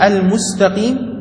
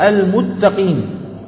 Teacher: لا ينطق حرف السين فبدل أن يقول المستقيم يقول المتقين · Shown in: second take · Term: الأرت